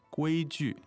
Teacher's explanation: that's first tone and then neutral